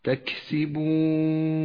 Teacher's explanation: صفة الهمس لحرف الكاف في كلمة تكسبون تقويه وتوضحه، فأجري النفس معه